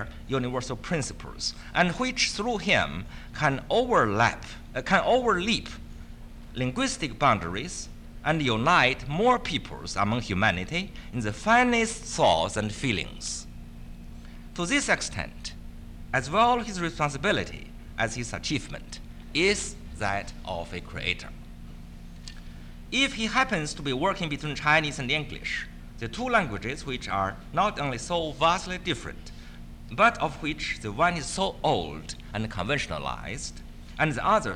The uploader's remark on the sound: This is the fourth part of the fourth day of the World Translation Conference.